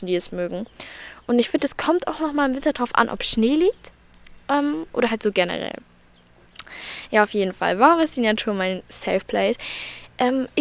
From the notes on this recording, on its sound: Talk outside. Heute saß ich im Garten und hab ein bisschen drüber geredet.